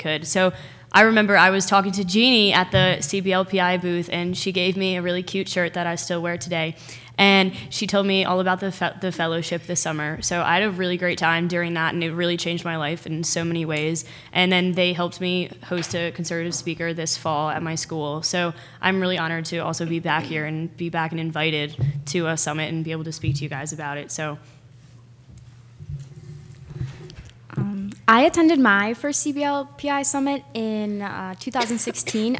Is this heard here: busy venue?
yes